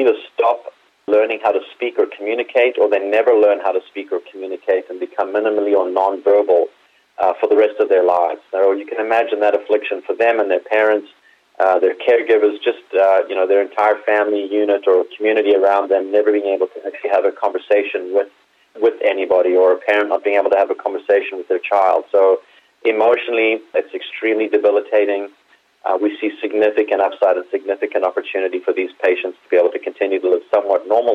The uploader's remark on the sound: called in to SmallCapvoice